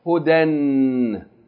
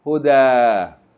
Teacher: So instead of pronouncing tanween, hoden, if we stop on it, we're going to pronounce it as though that alif maksura on the end is elongating the fatta of the tanween · Shown in: second take